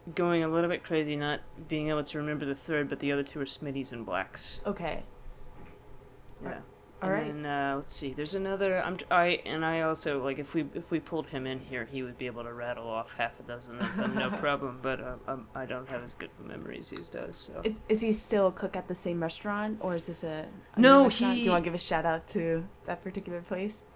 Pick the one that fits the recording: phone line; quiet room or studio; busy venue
busy venue